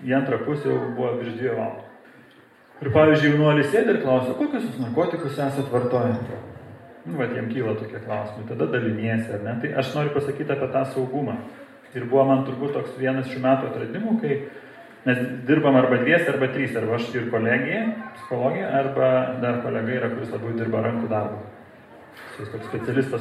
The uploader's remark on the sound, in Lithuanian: Įrašas iš Šeimų festivalio